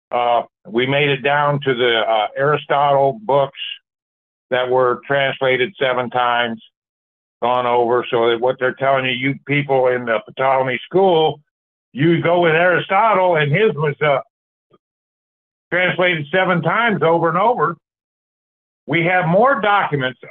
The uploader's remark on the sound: The 1611 King James Bible Prophecy Church. Call In Bible Study.